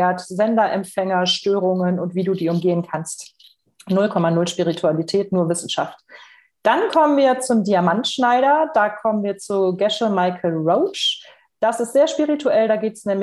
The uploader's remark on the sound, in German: Podcast zum interaktiven Live-Webinar